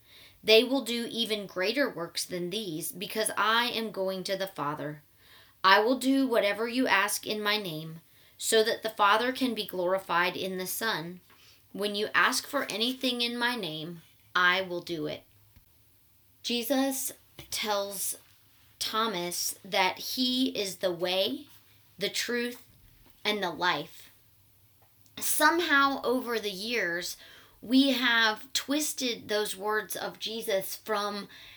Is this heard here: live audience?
no